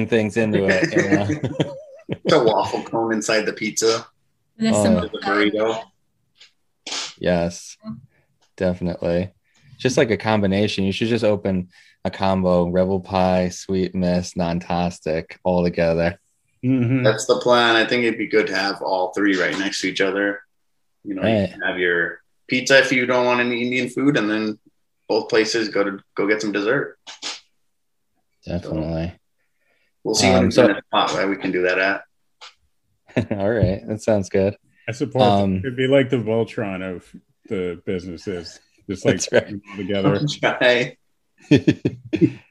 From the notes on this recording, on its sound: Recorded Live on Zoom